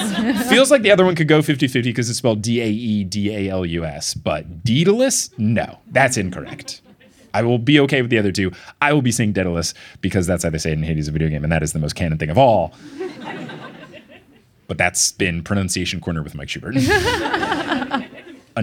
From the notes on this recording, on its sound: LIVE in Melbourne! With the cleanest live show audio we've ever had.